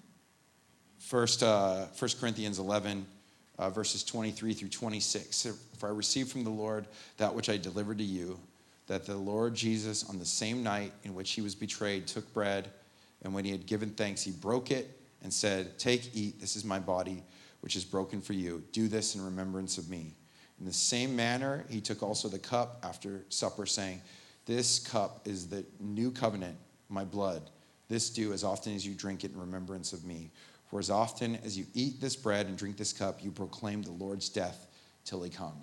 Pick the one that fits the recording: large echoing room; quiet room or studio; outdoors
large echoing room